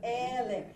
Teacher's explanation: The accent is on the first syllable.